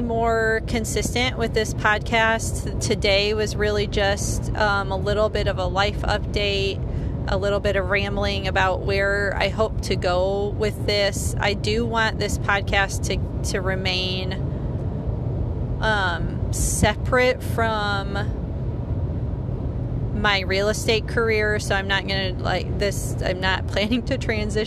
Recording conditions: inside a vehicle